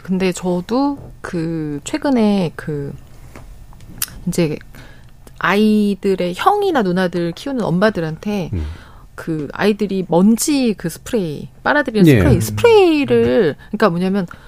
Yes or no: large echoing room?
no